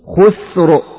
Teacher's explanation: راء ساكنة قبلها ساكن قبل الساكن مضموم ففخمت